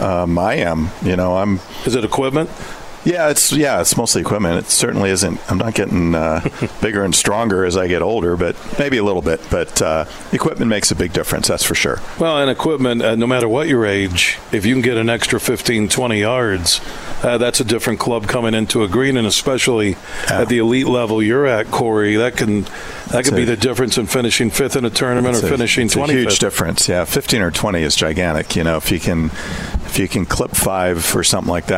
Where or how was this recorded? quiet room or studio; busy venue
busy venue